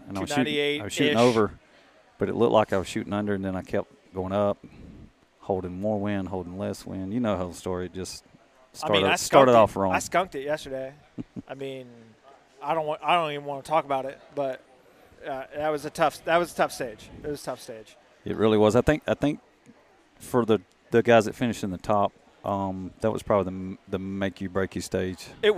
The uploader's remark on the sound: Just a ton of interviews with people from the event.